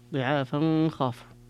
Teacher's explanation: ففيها الإخفاء لأبي جعفر عند الوصل